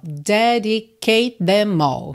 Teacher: Quer dizer, na verdade, termina em E, mas o E não é pronunciado, né? Então, termina em som de T. Them começa com TH. Você junta tudo num som só.